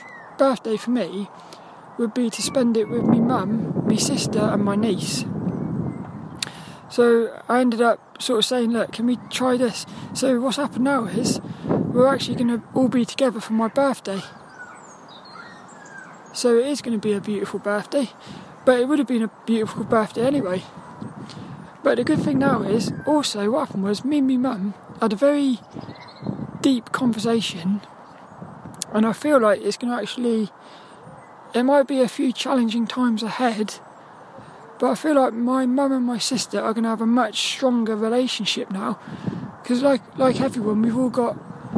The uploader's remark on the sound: A Walk and Talk around Saltrum, the local woods. It was so cold and windy today.